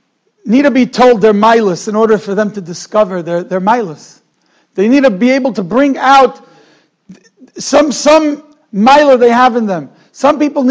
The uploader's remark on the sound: Shiur recorded in Yeshivas Ohr Reuven, Monsey, NY.